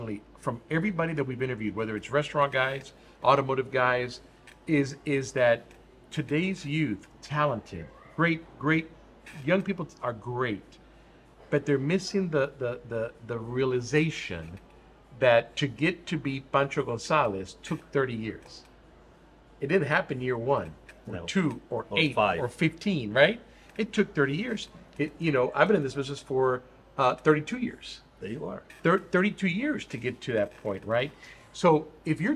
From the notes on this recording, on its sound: All this while we enjoyed dinner and tequilas at Picos Mexican Restaurant in Houston, Texas.